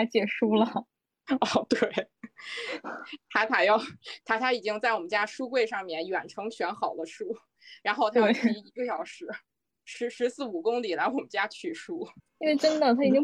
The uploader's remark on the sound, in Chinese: 这一期的早日退休播客是我们第二次线上录制，在居家办公的第三周。